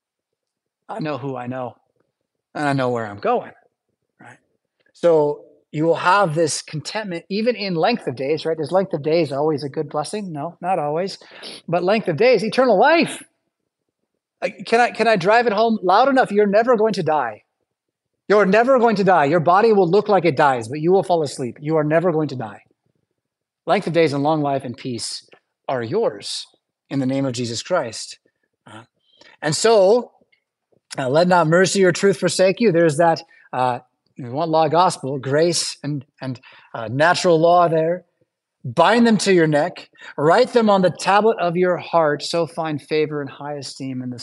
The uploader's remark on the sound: Preached at St Paul Lutheran Church , Rockford, Illinois on Sunday October 15th, 2023.